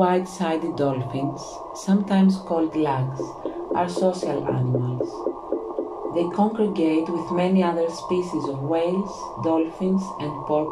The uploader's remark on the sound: The sound scape is recording of the the artcic sea by the site of the Ocean conservation research. Today there is a walrus accompaning the reading.